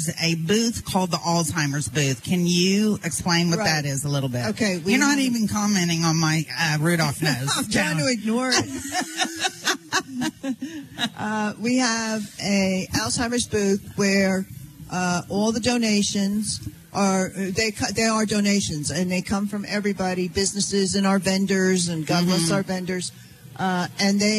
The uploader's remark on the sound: LIVE Remote at The Santa Market! We are very ready to start our holiday shopping at Santa’s Market, where we will be doing a live remote this Saturday.